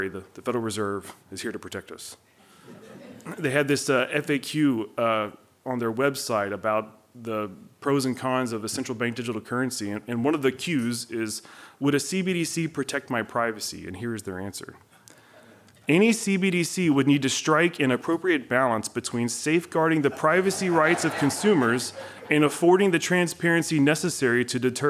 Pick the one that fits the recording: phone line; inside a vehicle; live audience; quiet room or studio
live audience